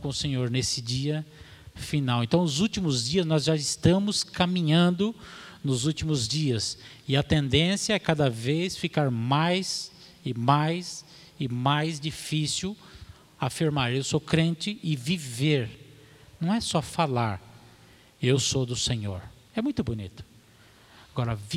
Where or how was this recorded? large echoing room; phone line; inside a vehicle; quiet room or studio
large echoing room